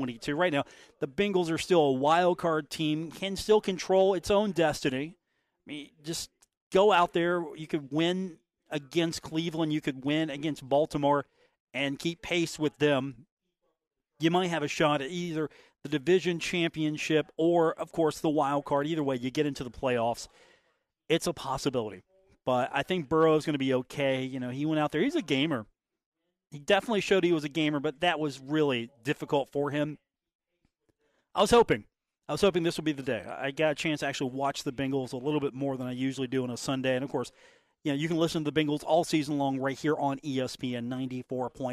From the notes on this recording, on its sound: on location at The Union Pub and Grill for today's episode.